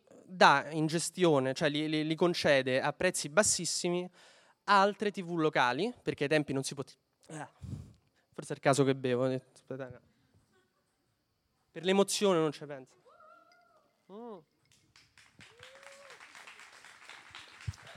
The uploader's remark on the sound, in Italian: Registrato dal vivo alla libreria Zalib di Roma.